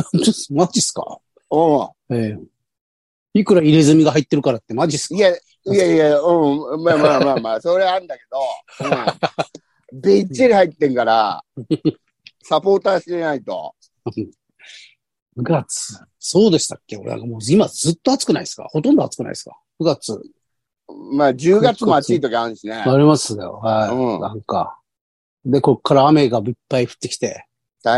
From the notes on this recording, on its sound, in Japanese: ZOOMで収録